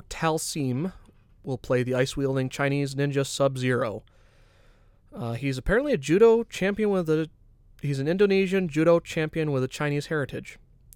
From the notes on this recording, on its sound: we’re back in the van alone